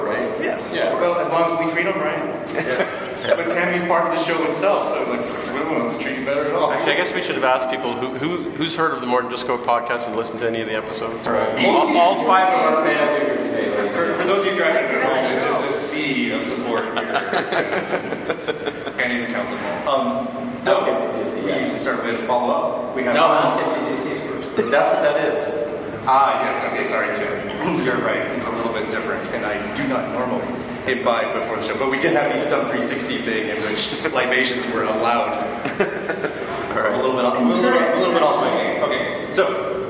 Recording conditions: poor sound quality